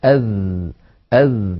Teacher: من صفاته في اللغة العربية أن الذال مجهورة، لأنها ليست من حروف سكت فحثه شخص، فلا يجري معها النفس كثيرا، يجري نفس ضئيل لا يعتد به